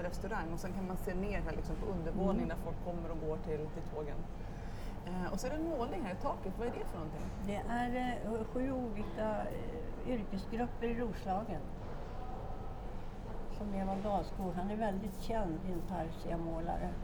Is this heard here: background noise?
yes